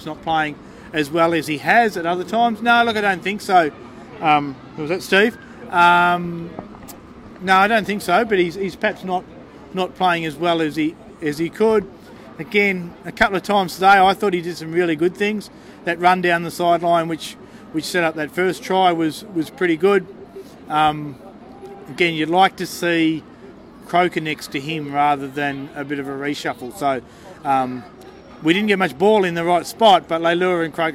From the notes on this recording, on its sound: on location for The Greenhouse Live outside Brookvale Oval